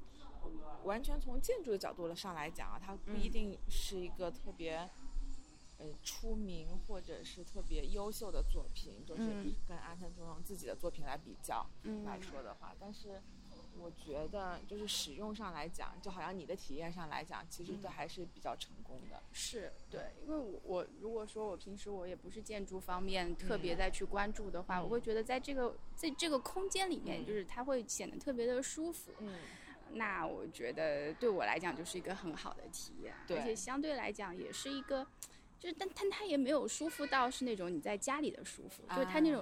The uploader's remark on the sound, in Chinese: 参观了杭州良渚文化中心（由安藤忠雄设计）和良渚博物院（由大卫·奇普菲尔德设计）。全程都是在室外录音的，背景声里还录到了蝉鸣、鸟叫、飞机、甚至还有卖臭豆腐的小摊儿。由于收音效果不太好，录音较轻，可能麻烦大家听节目时调节音量了。